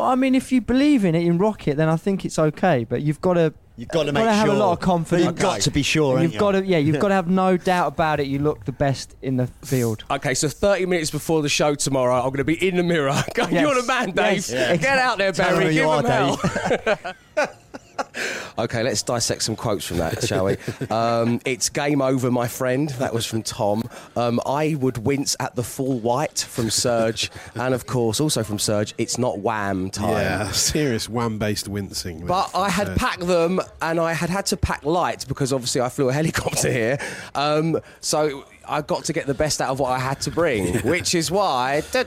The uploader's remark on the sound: Live from The Isle of Wight Festival